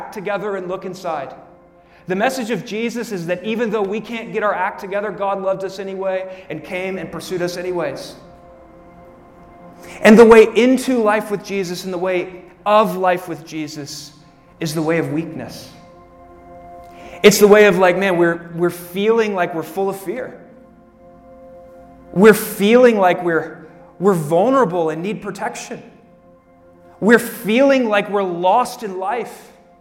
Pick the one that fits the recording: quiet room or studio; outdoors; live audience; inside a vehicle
live audience